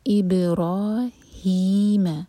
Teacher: ساتھ میں الف مد طبعی منہ بھر کر پڑھیں گے اور دو حرکہ لمبا